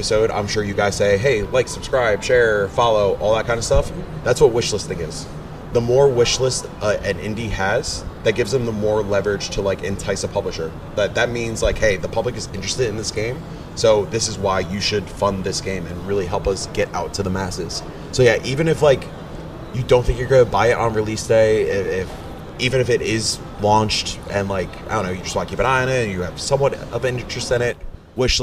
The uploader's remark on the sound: Are joined by a slew of wonderful guests to talk about PAX West 2023 live on-location!